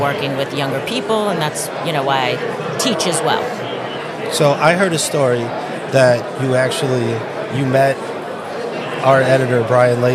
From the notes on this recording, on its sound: live from the SIEDC Business Conference